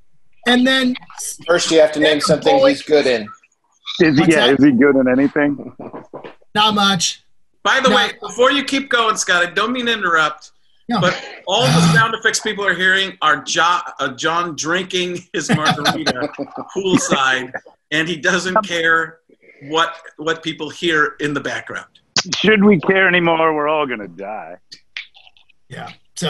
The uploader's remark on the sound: From Our Covid Bunkers. Dial up another Zoom meeting.